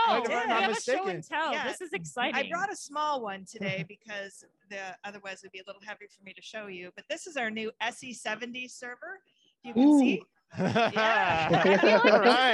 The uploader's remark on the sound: live from the NRF Innovation Lab